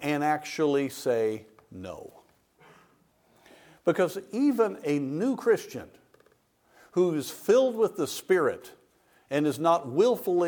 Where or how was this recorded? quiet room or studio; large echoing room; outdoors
large echoing room